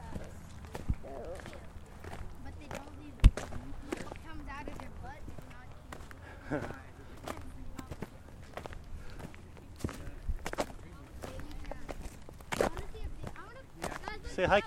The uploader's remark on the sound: Went hiking with the kiddo and the friends. This short episode has sounds from the hike.